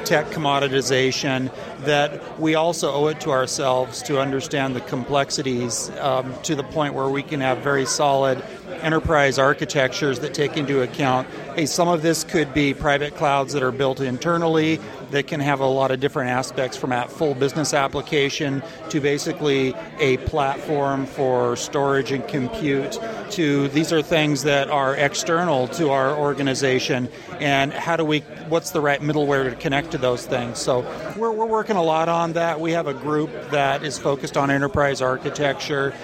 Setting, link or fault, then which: setting, busy venue